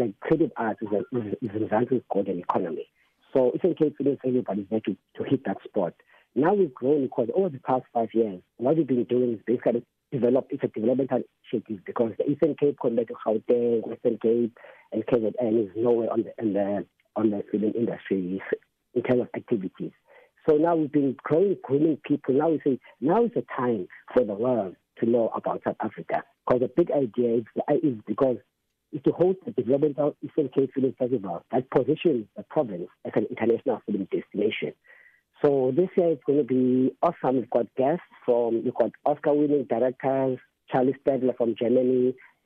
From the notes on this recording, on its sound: This year’s installment of the festival will be virtual due to the Covid-19 pandemic. We’re joined on the line.